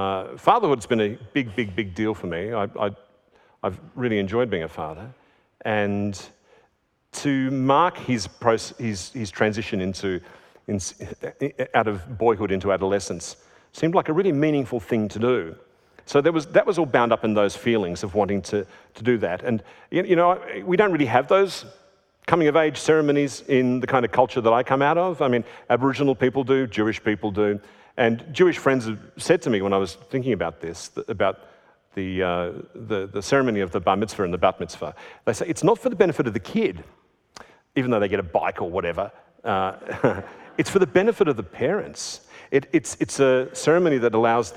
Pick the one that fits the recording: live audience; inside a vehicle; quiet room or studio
live audience